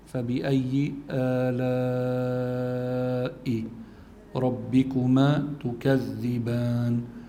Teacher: آلاء فيها مد متصل ويقال له مد واجب، يمد مقدار خمس حركات